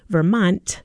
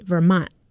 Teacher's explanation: the very famous one that people talk about in Vermont is this glottalization · Shown in: second take